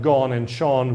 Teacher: Then we have gone and shone with a short lax o pronunciation. If the spellings of these words were regular, then the pronunciations should be such that the vowel letters should be pronounced with the tense values.